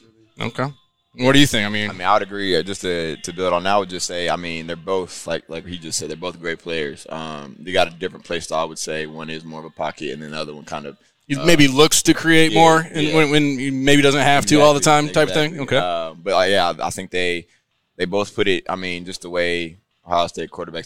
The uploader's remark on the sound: THE Podcast is at Roosters on Olentangy River Road in Columbus for another episode of THE Live Show